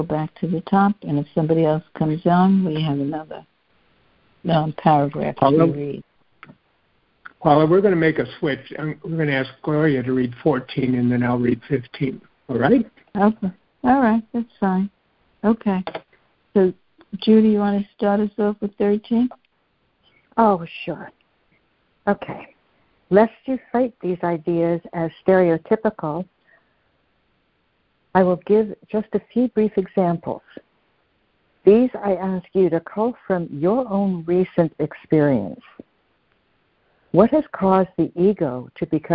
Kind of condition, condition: link, phone line